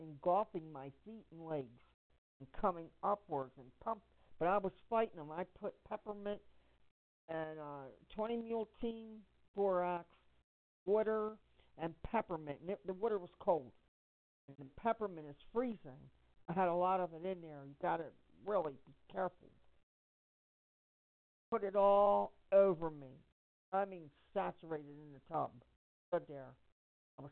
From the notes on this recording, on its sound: Conference call for general chat, support